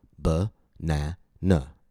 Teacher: Banana has three syllables, b-na-na. The second syllable is stressed.